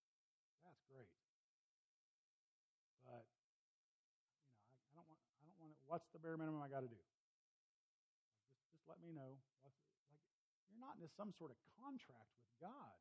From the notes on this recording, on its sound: Please excuse the low volume of this recording.